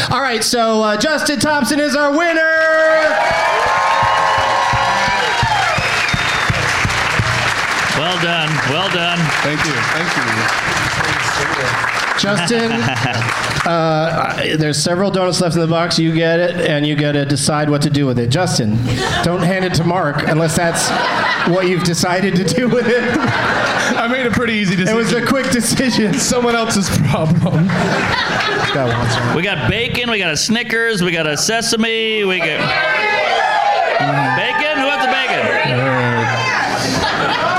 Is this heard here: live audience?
yes